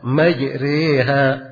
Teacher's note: Ra tadinya ditebalkan, tapi tak kala dia diimala tidak perlu lagi ditebalkan ra-nya. Jadi ditipiskan ra, dicondongkan ke huruf kasra · Term: imala kubra